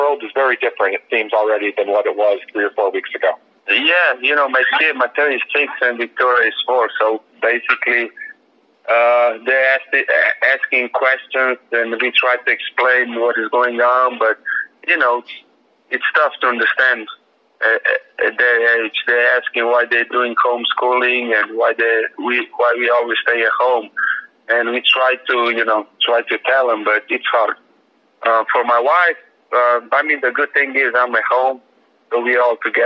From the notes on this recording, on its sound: the Miami Heat set up a conference call